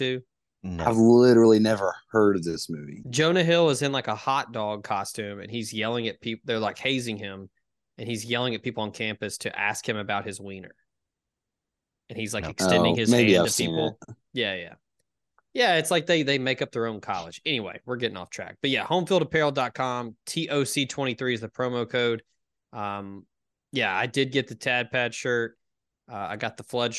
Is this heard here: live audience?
no